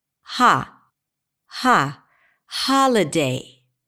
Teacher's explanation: And every content word must have a primary stress and only one. So in the word holiday, the primary stress falls on the first syllable.